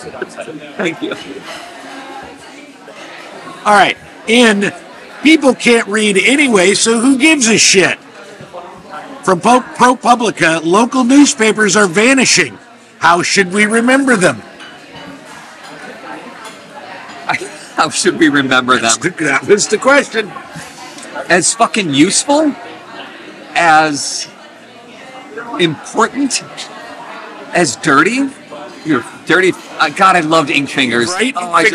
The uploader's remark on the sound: Live from Little Goat Diner, Chicago. They recorded the podcast in a diner.